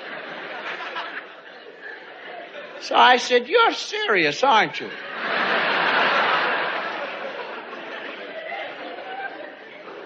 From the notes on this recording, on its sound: recorded at a performance in Canada